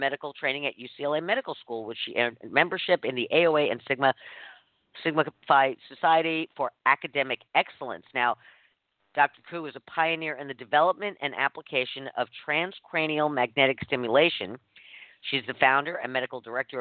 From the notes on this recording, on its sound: called